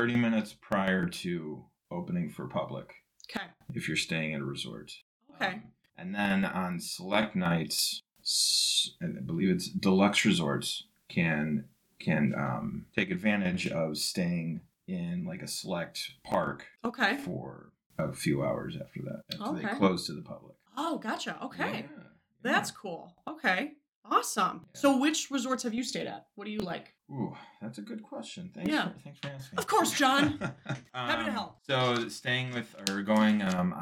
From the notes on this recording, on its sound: During this episode we encountered some software issues with our microphone software. The audio is going to sound a little jittery with some pops and crackles. I did the best i could to fixing all of that but it didn't come out perfect.